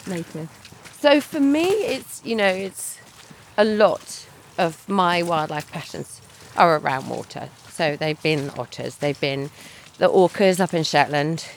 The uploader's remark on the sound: A riverside walk